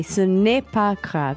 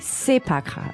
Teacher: So, a lot of times in French, too, you don't say the ne. · Shown in: second take · When it's written, you say, ce n'est pas grave.